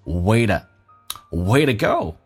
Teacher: to 弱化成 d，因为 to 前面是一个元音， to 可以弱化成 d 这个发音